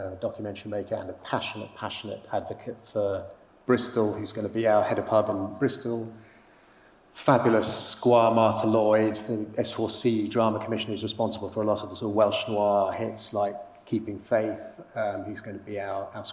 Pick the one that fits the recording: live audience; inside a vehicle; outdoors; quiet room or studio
live audience